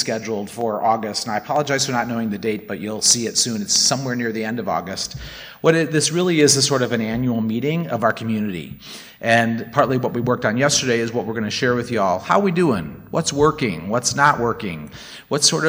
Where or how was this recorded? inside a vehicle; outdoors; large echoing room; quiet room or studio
large echoing room